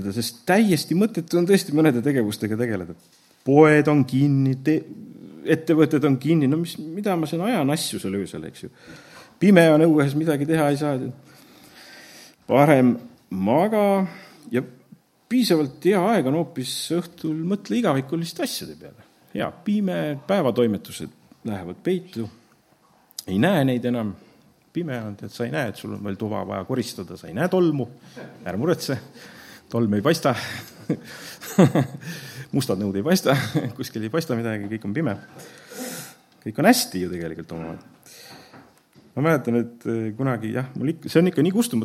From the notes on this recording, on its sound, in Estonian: Audio salvestus koosolekult